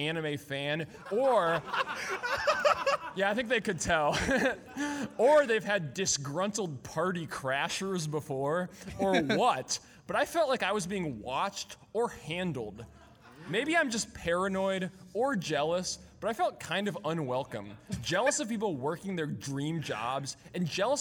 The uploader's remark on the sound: This is the audio from our live podcast/panel at Anime Nebraskon 2019.